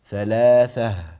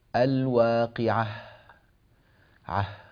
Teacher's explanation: الهاء تخرج من أقصى الحلق · Shown in: first take